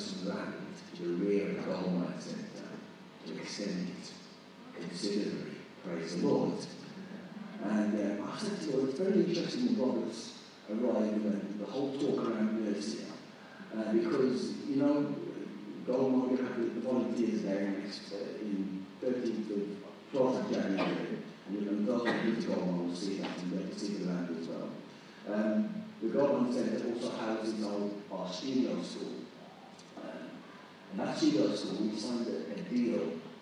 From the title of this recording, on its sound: poor recording quality